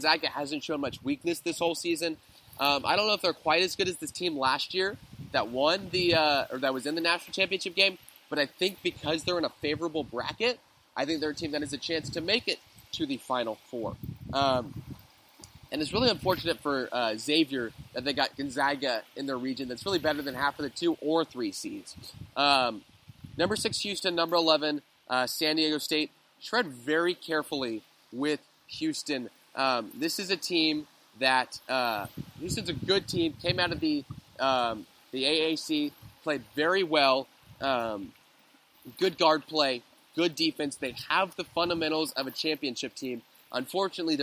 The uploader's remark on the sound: Going live from the beach in Boca Grande, Florida